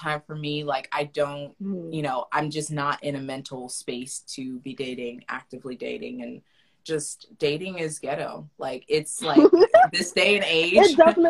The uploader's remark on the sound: Instagram live replay